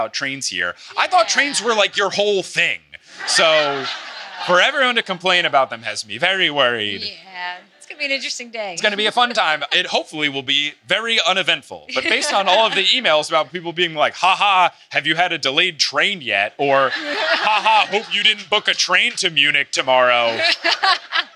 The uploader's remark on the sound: LIVE in Berlin! Recorded in front of a packed out.